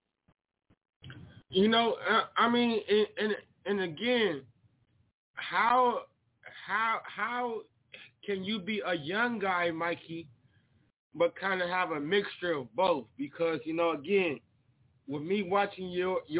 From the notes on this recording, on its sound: SportsTalkDT Live On iFM Sports Radio. The phone lines will be lit for these interviews!